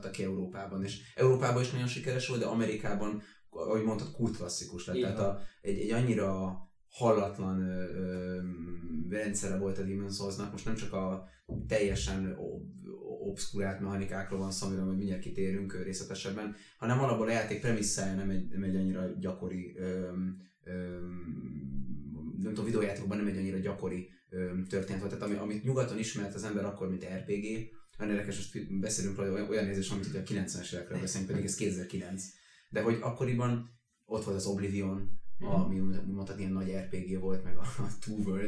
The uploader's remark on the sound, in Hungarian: Az adás az utolsó felvétel volt a régi helyszínen, azért az üres háttér, és az esetleges hangvisszhang, ezért elnézést